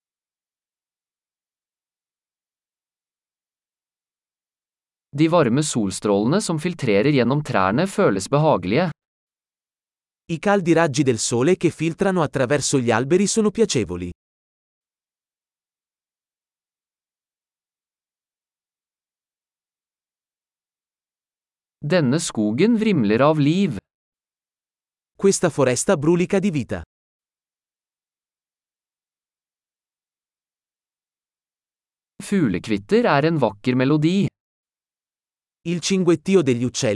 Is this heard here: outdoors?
yes